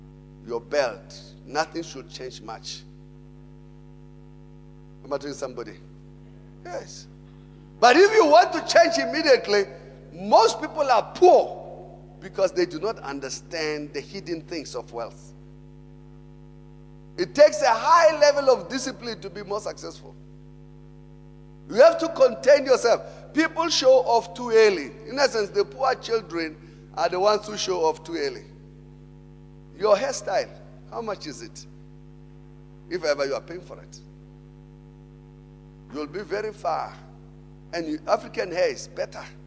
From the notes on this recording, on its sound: Preached at Emmanuel Christian Church, Arcadia Campus on the 4th of November 2018.